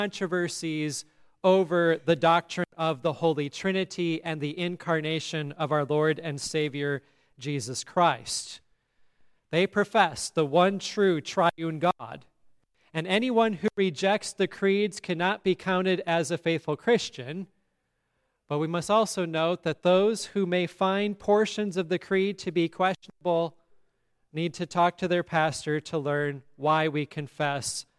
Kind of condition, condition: setting, large echoing room